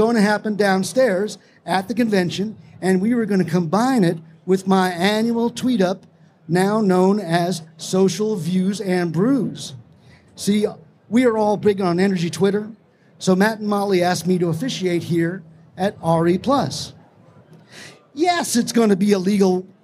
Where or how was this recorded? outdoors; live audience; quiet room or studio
live audience